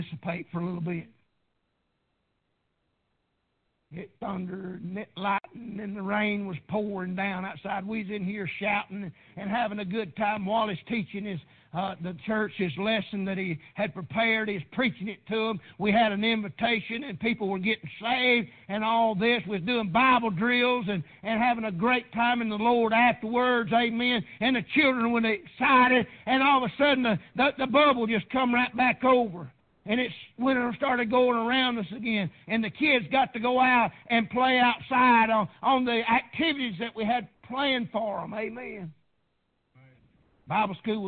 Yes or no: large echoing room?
yes